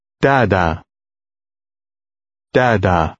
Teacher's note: The stress is on the first syllable.